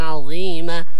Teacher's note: كذلك إذا وقفنا على كلمة عظيما لابد من تبيين أو الوقف عليه بمقدار حركتين لأنه مد عوض، لا يجوز لنا أن نطوله أكثر مما هو عليه